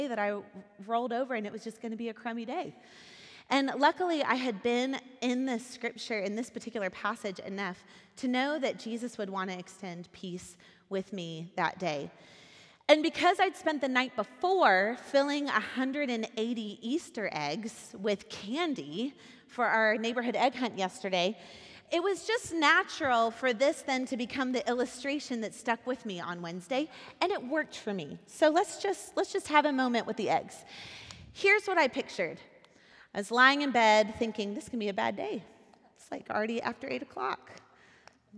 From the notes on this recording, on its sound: Recorded at our Sunday gathering on April 9th, 2023 in Port Orchard WA.